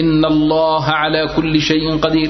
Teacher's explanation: الله بعد فتح مفخمة